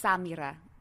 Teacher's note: With a little roll on yeah, the R. It's not a D, it's a rolled R. Because I am always trying to like find that little place where the D and the rolled R sound the same.